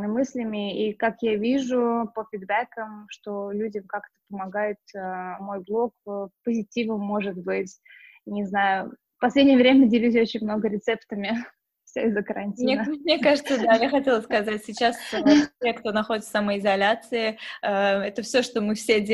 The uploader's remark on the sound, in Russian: Мы познакомились с ней в режиме онлайн и данный выпуск, в связи с карантином, записали так же.